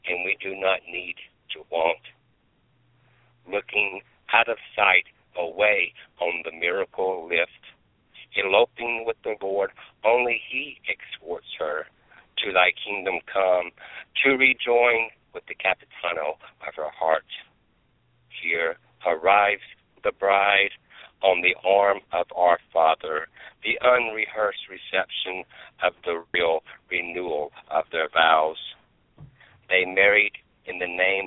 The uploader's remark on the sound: With callers, reading their poems, from Topanga Canyon, California, Glenridge, New Jersey, Birminham, Alabama, Merrick, New Jersey and Newburg, New York.